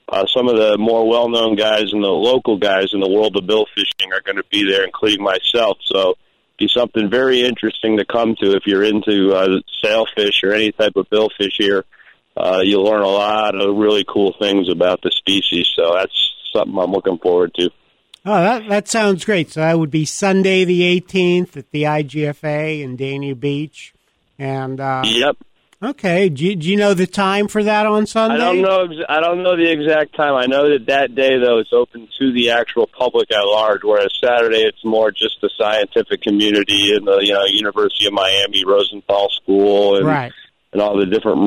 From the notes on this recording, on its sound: we get a surprise call